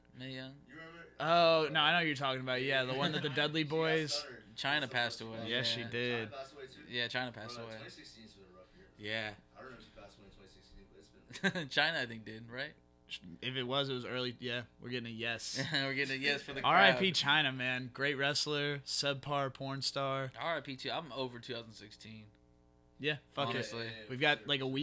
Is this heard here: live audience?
no